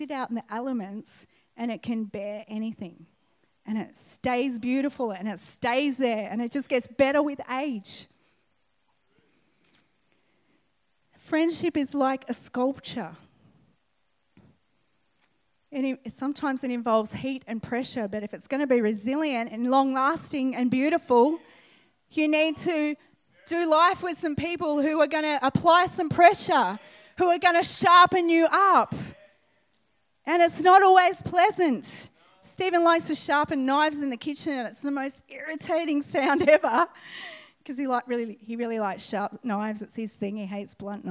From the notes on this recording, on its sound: This message was recorded on 13/10/2019 at the 11am gathering at River Edge Church.